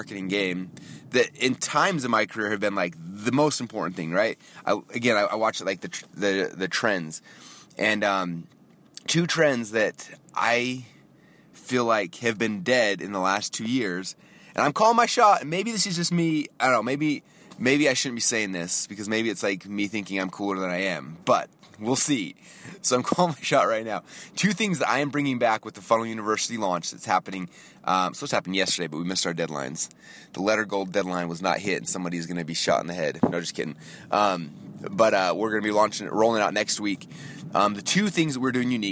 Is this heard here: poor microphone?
no